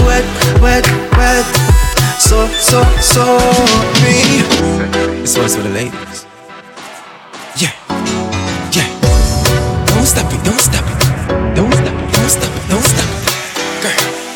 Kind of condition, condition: setting, busy venue